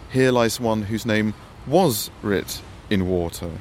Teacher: And was unstressed seems to be deliberately fragile, and indefinite word, a word that perhaps is open to different kinds of interpretation.